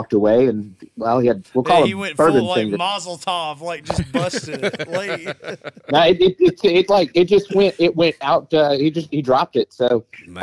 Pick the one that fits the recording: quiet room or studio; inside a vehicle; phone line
phone line